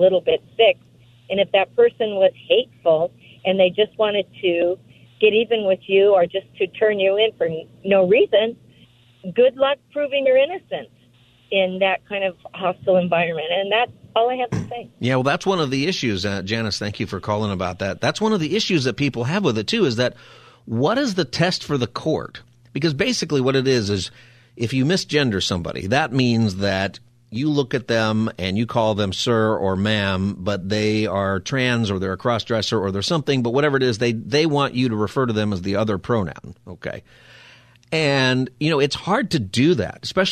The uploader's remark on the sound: Open Phone Friday